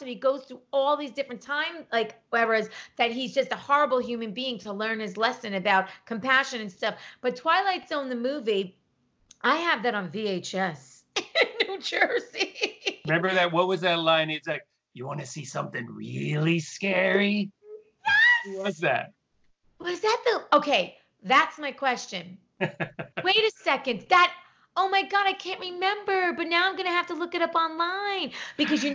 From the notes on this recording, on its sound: This episode is done over Skype as they adhere to the social distancing directive in Los Angeles due to the Corona Virus.